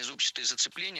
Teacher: Мы услышали прилагательное «зубчатый» с ударением на первом слоге. И это правильный вариант.